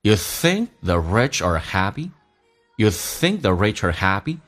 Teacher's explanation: You 不被强调，会说话成一个 ye，用降调读变成 ye。 · 二在口语化当中不被强调，弱化成一个儿化音，叫做儿。所以 rich 跟二就有一个零，叫 richer。